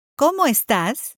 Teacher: Note the rising intonation to mark that it's a question.